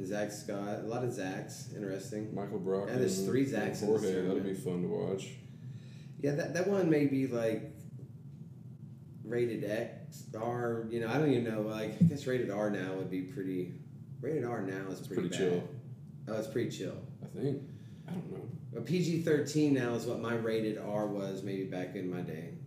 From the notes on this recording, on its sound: We are still working on our sound, this has been one big learning ball of amazing fun.